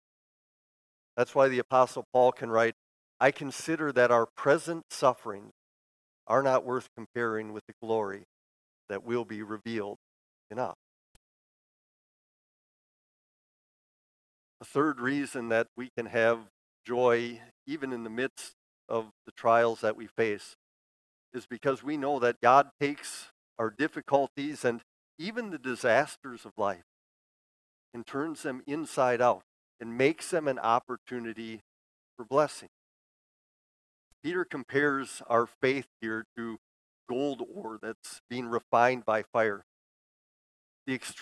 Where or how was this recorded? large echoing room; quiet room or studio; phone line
large echoing room